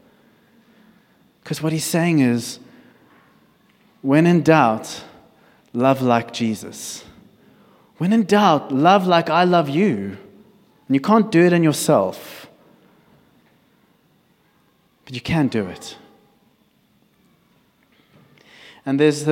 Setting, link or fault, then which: setting, large echoing room